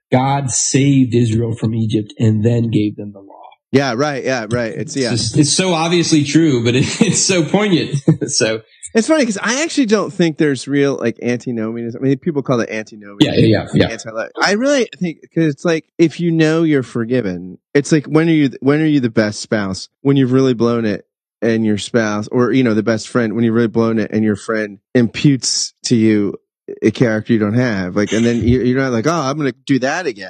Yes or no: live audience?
no